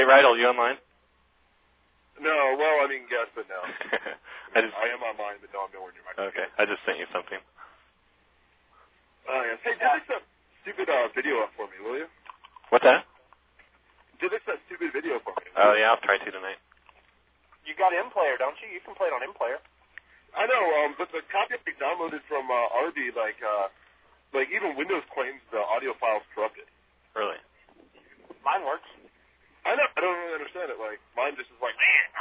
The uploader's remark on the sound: Prank Phone Calls Collection